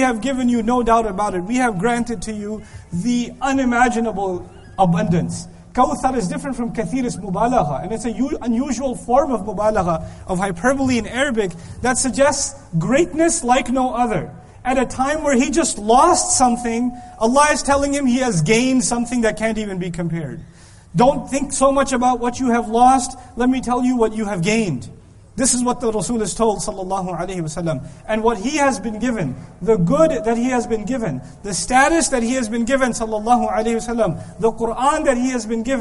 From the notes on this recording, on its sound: This lecture was given in Qatar on February 6th, 2015.